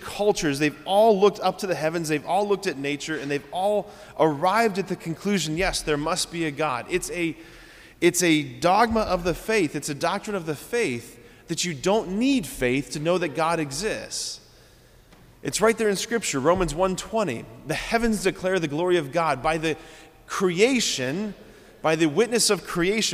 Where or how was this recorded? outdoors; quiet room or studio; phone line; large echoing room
large echoing room